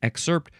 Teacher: maybe you emphasize the second syllable more often